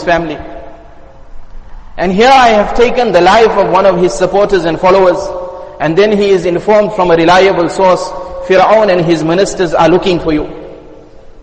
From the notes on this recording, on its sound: Jumuah Lecture Masjid us Saliheen